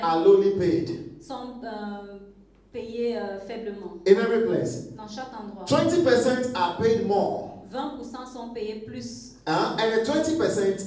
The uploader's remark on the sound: Preached during Joyful Hour Sunday Service Rabat I